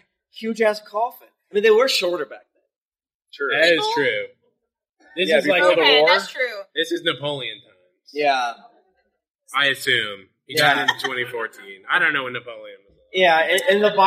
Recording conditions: poor sound quality